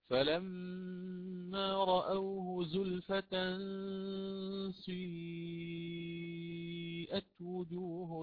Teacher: تقرأ كما قلنا بإشمام كسرة السين الضمة